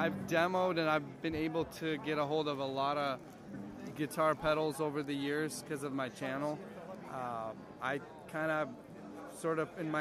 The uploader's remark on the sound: LIVE at the Tacoma Guitar Festival